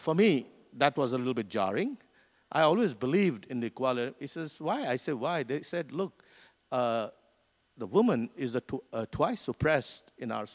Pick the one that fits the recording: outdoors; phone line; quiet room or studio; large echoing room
large echoing room